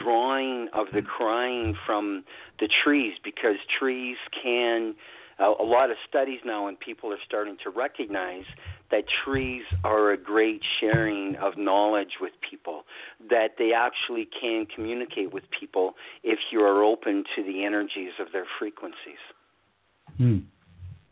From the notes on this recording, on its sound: Poets who called in from Sault Ste. Marie, Canada, Austin, Texas, San Francisco, California, Covington, Louisiana, Birmingham, Alabama, and Fargo, North Dakota.